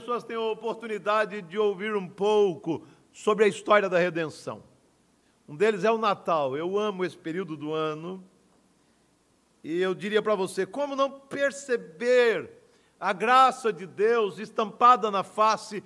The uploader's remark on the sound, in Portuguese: No culto presencial e transmitido ao vivo no domingo a noite (18h) por ocasião do 89º aniversário da igreja.